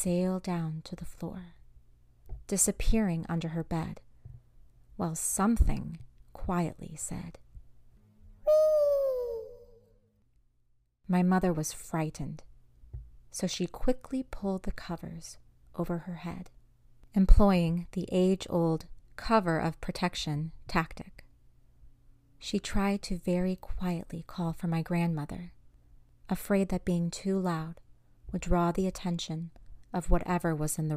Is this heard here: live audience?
no